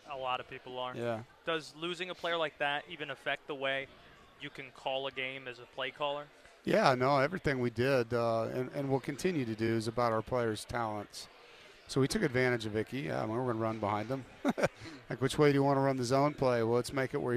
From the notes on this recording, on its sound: Live from ACC Kickoff in Charlotte